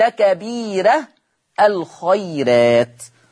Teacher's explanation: لما يجيني راء مفتوحة قبلها ياء مادية، ما حكم الراء؟ حكم الراء الترقيق قولا واحدا لكبيرة. طيب تعالوا نشوف الخيرات.